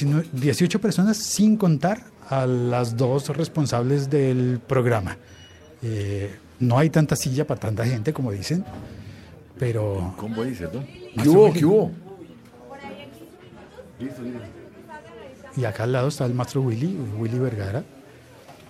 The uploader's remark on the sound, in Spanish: Podcast grabado en directo en el cumpleaños 77 de la radio pública en Colombia.